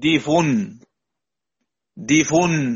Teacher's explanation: النقل يعني إن أنا أحط الضم على الفاء وأحذف الهمزة